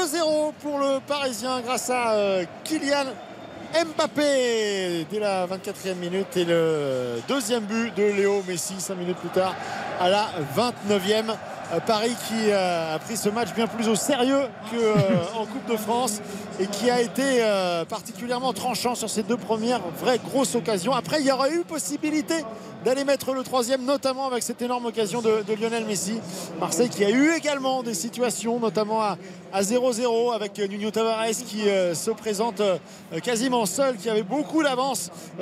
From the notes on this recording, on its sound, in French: en direct du stade Vélodrome